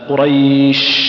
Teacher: الشين عند النطق بها التي تخرج من وسط اللسان، نقول مثلا قريش، ما نقدر نقفل اللسان قفلا كاملا، نقول قريش، تجد انك يصعب عليك قفل الشين، ها قريش، تجد النفس يمشي معك.